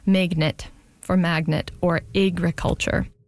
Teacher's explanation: among some speakers, particularly notable in Vancouver and Seattle and maybe a little bit of Portland, ags are turning into eggs · Term: pre-G merger